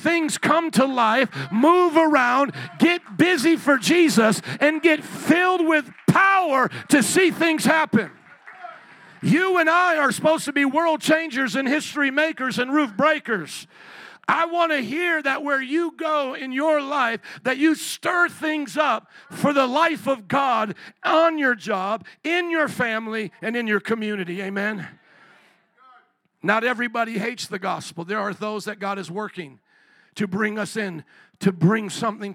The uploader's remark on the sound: 2023 Christmas Eve Service